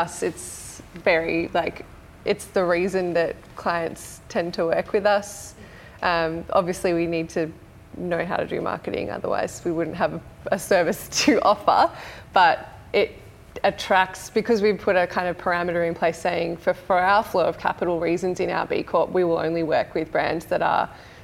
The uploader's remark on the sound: Our third episode is a very special live recording from our March Good Mornings breakfast event for purpose-driven folks held at the Frankston Social Enterprise Hub.